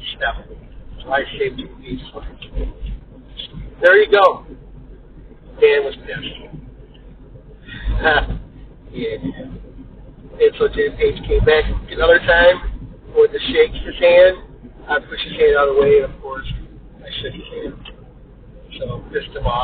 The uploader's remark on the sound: Please excuse the audio in this, it is pure crap! The music is great but his phone recorded audio is just pure crap! Live broadcast of the Maximum Threshold Radio Show.